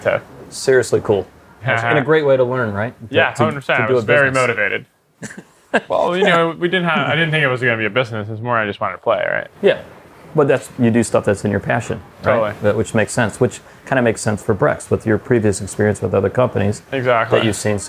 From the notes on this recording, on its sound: At Empire Startups’ New York Fintech Week Conference. Was able to record some interviews with some of the top speakers of the conference!